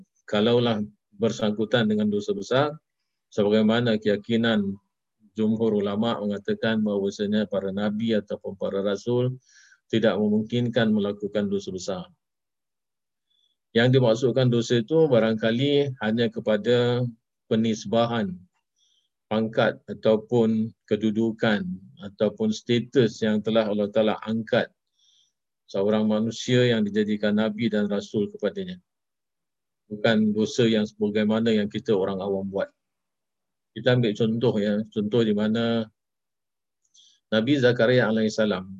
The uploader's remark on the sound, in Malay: Rakaman zoom pada setiap Sabtu 5 ptg (waktu Singapura)